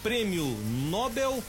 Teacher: se pronuncia Nobel, com a sílaba tônica bel, chamada oxítona